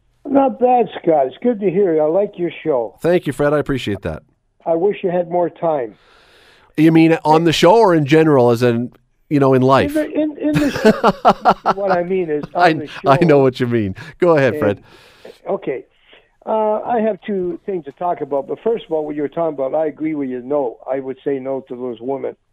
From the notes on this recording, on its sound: opens the phone lines and lets callers talk about whatever they want